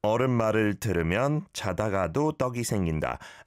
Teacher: I think you just missed out one syllable, which was the ul after mal